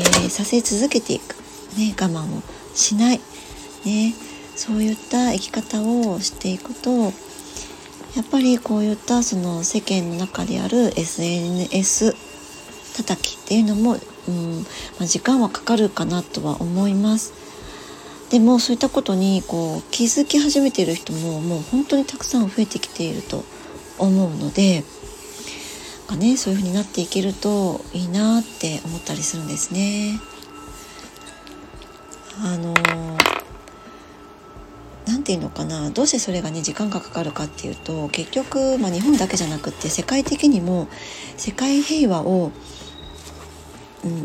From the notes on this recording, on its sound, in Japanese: 外の音が様々入ってしまっています お聞き苦しい所がありましたらすみません